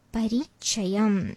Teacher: all the four syllables in this word are soft and they are short sounds. So there's no stretched or elongated vowels in this word